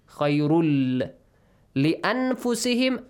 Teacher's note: the نون sound will be merged to the لام.